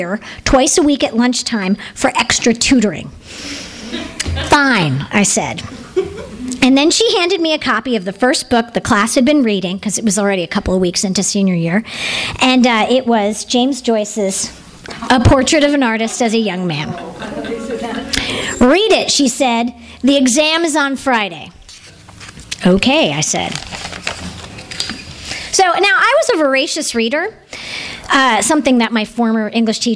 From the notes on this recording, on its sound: Our second in a series of rant/rave nights featuring local authors talking about books that they love or love to hate! THIS EVENT WAS RECORDED LIVE AT SKYLIGHT BOOKS JUNE 16, 2010.